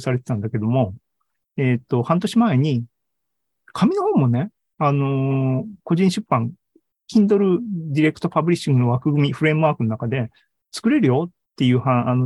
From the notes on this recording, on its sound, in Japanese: ZOOMライブの模様です